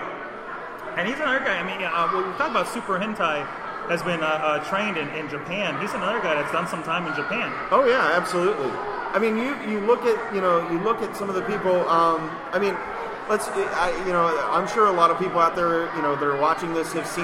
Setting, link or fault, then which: setting, busy venue